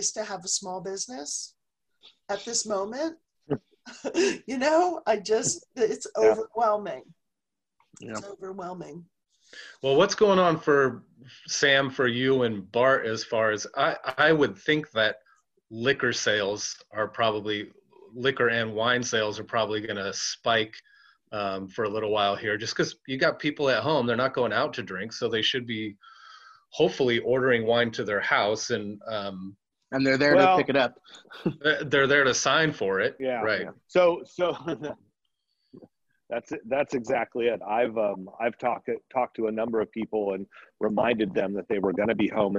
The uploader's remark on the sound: We are working from home this week. Decided to practice “social distancing” by trying out the Zoom app and continue recording shows for our listeners.